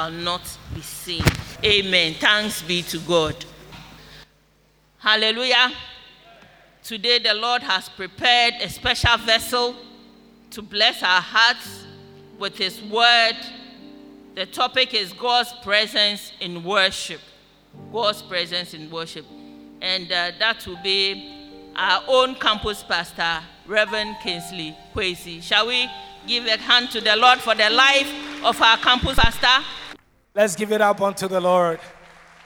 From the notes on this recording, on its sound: Sermon preached at Shiashie Campus